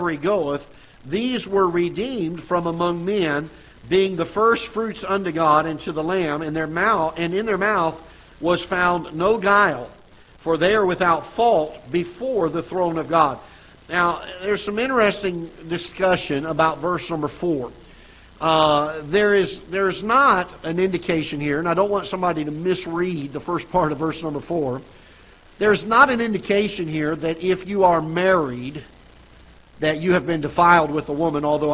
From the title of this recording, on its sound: Ketha Heights Baptist Church ~ Live Broadcast